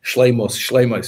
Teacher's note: in the Ashkenazi pronunciation, you slur the last syllable. It's like a schwa.